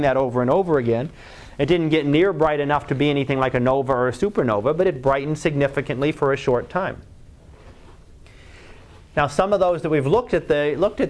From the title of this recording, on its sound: Live Class Lecture